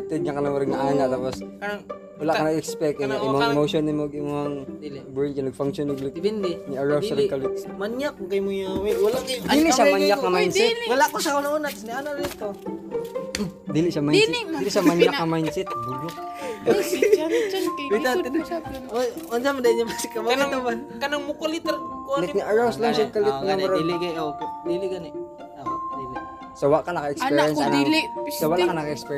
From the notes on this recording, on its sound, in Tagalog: Chika-chika sa rooftop. We have our little chismiz sa rooftop nila. In the middle of the night.